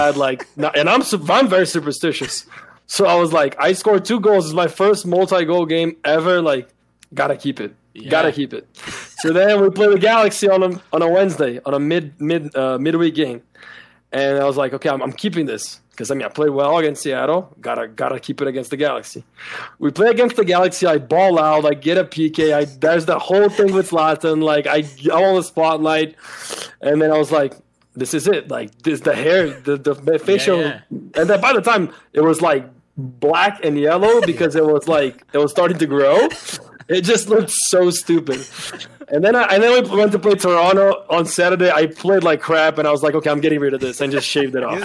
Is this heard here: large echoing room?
no